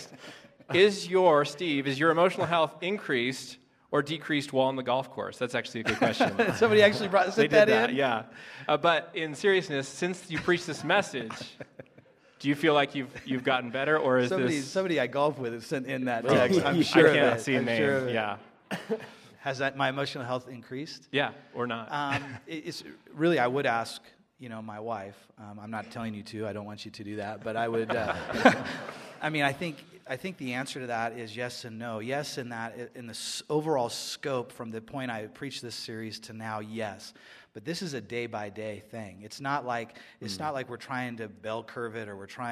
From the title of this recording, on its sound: Live at Westside Church